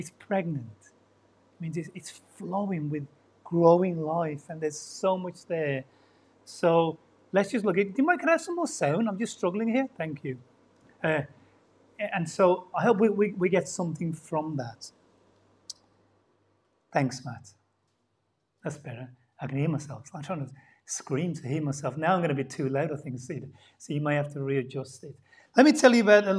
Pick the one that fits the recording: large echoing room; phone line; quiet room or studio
large echoing room